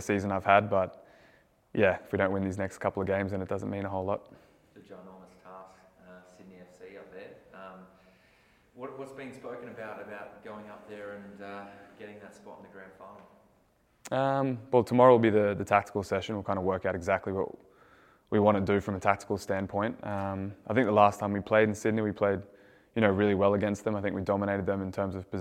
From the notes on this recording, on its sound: Press Conference. Semi-Final.